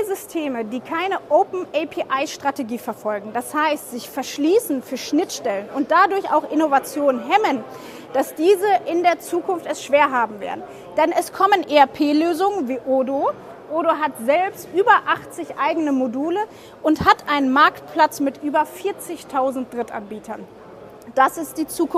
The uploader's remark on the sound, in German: Live auf der MOW 2023